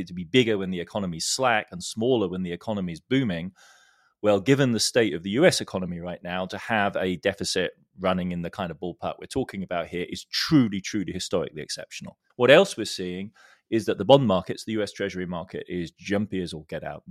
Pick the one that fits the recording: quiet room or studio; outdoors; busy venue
quiet room or studio